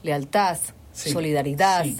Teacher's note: cuando la D está al final de una palabra que se transforma en TH